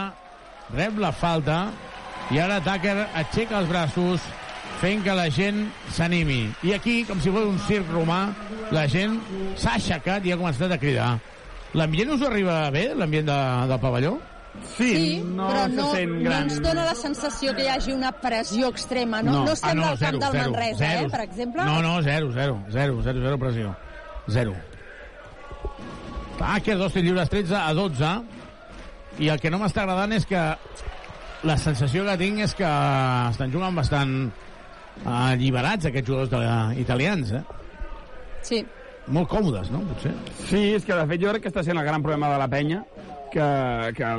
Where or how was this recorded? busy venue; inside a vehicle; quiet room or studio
busy venue